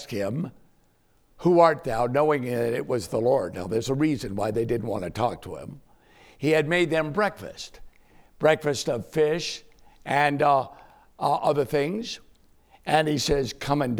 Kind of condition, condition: setting, large echoing room